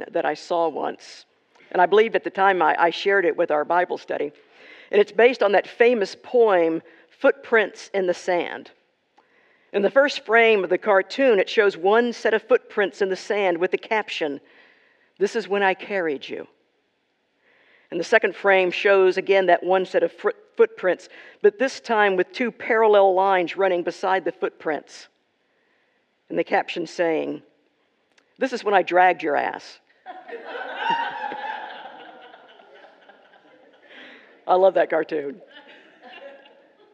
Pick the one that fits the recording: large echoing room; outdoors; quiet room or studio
large echoing room